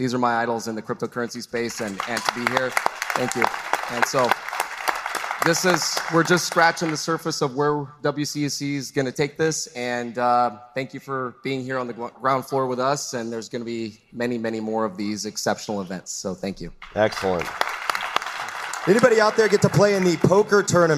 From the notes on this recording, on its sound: LIVE from World Crypto Con. We’re breaking all the rules with this special LIVE episode.